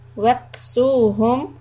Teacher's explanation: كاف سكون a little همس، let the breath continue.